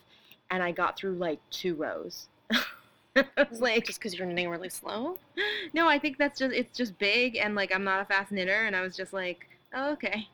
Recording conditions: sounds in the background